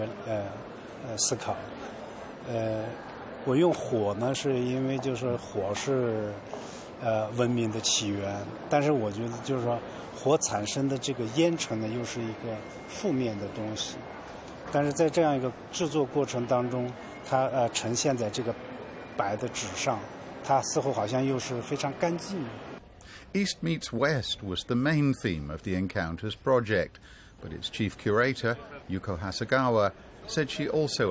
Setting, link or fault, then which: setting, busy venue